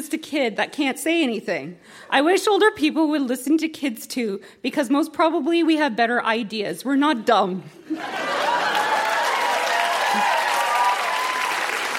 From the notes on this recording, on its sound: Recorded live at the Royal Cinema in Toronto.